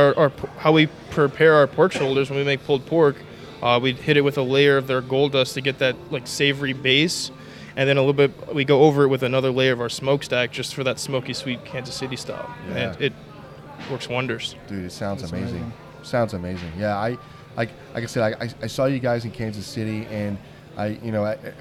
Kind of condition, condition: setting, busy venue